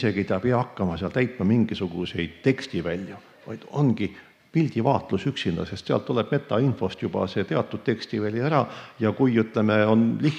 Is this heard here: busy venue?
yes